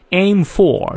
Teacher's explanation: 双元音 aim 念到位